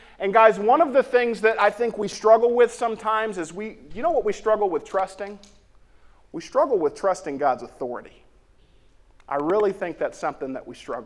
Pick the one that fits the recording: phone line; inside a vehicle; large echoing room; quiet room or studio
large echoing room